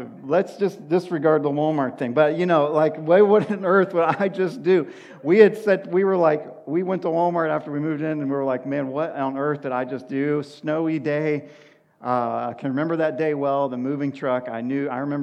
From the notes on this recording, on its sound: sermon at Washington Union Alliance Church